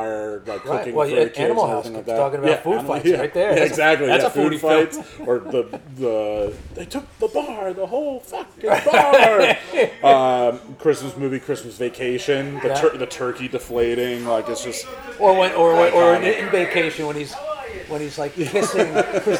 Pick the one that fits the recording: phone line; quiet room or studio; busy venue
busy venue